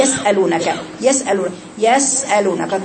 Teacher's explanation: السين فيها رخاوة يعني جريان صوت يعني زمن الحرف ده يبقى أطول · Term: الرخاوة